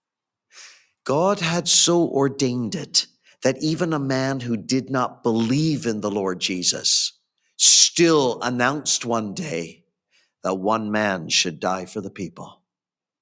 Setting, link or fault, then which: setting, large echoing room